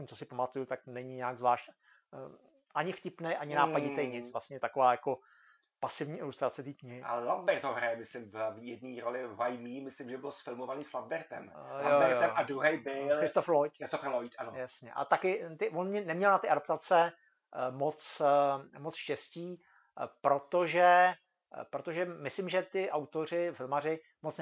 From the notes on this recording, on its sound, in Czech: Omlouváme se za slabší kvalitu zvuku.